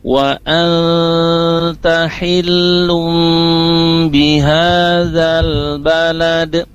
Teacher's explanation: Jadi an sama lum itu ditahan sebentar selama dua harokat atau tiga ketukan ya. Ketukan ketiga baru lafaz huruf berikutnya. · Term: ikhfa